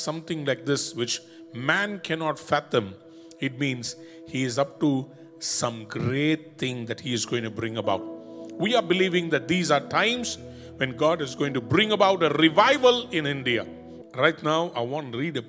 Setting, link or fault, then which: setting, large echoing room